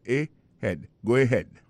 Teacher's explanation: on a vu que accent tonique là tombé sur deuxième syllabe. Là, son mot gagne deux syllabes.